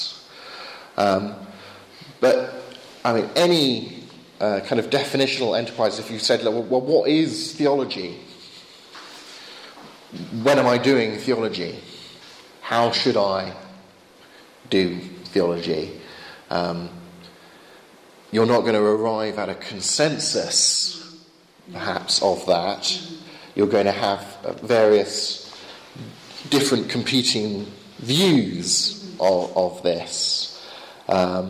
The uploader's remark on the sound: Bulgarian apologetics conference.